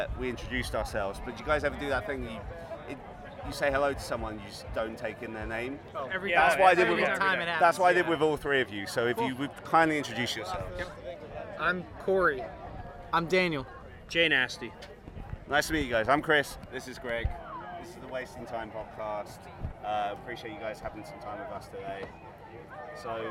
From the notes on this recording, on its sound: In this instalment of our interviews from 2000 Trees Festival